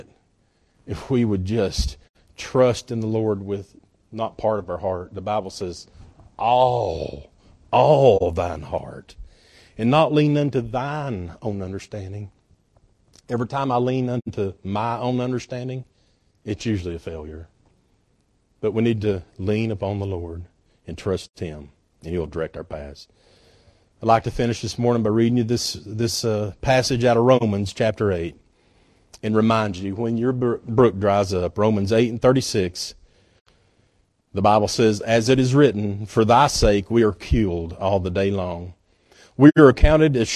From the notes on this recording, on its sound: at Northside Baptist Church-in Knoxville, TN